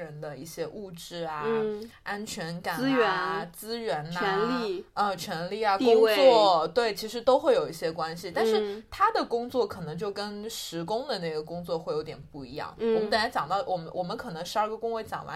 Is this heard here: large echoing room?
no